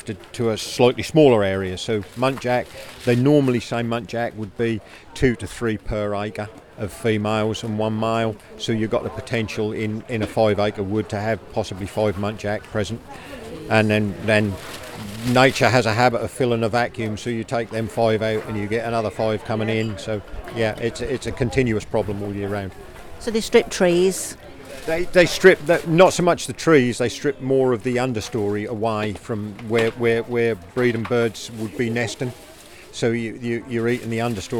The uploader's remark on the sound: at Aldeburgh Food Festival in Suffolk, chatting to Producers and Chefs